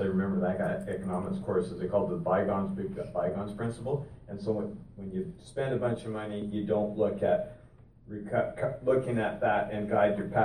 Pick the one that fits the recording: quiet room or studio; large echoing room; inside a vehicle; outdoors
large echoing room